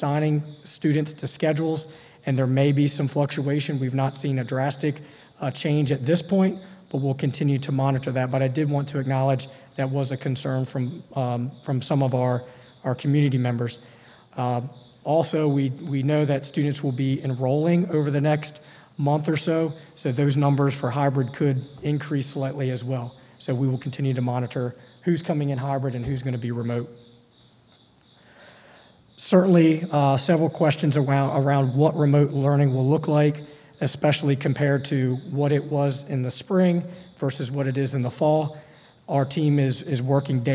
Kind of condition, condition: setting, large echoing room